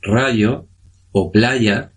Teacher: El fonema fricativo lingopalatal sonoro, que se corresponde con la grafía de la Y, por ejemplo, en palabras como rayo o playa.